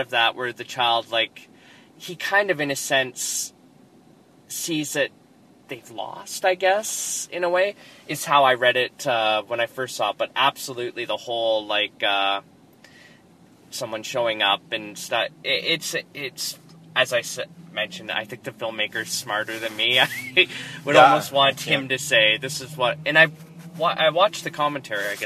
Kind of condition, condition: setting, inside a vehicle